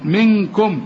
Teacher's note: النون ده لازم نخفيها علشان الكاف في غنة هنا والكاف هنا، هنغن منكم.